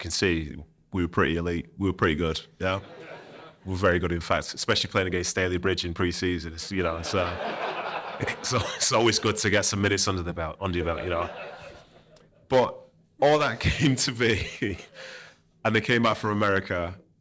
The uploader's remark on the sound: Let Me Talk live show! They take questions from the audience. Two audience members go head-to-head to win a signed Erling Haaland shirt.